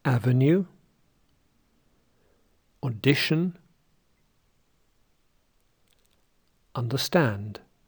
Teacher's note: three syllables with a stress in the first syllable, then in the second syllable, and then in the third syllable